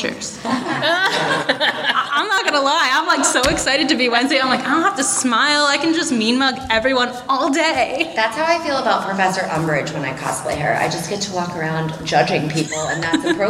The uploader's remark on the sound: Live from Leakycon. Recorded live at Leakycon Chicago.